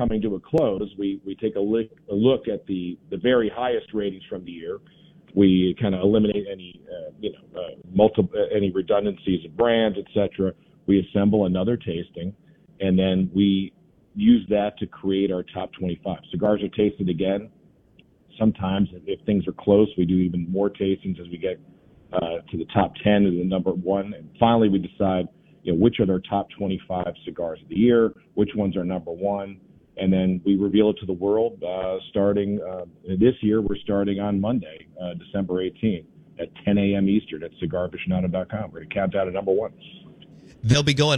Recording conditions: phone line